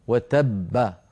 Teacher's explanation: الباء الأولى مدغمة والباء الثانية مقلقلة، هكذا تبت يدا أبي لهب وتب، وتب، فالباء الأولى وتب هذه الأولى، ب هذه الثانية المقلقلة.